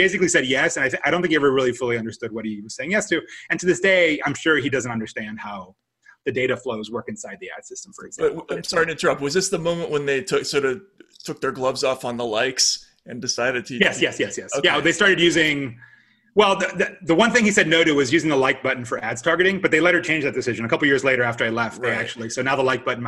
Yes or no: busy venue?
no